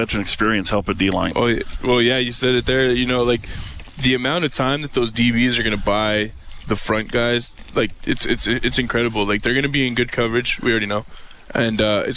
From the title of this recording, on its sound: LIVE from Commonwealth Stadium